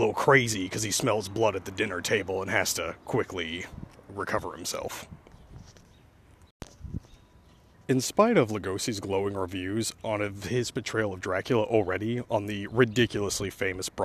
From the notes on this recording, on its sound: while walking down the road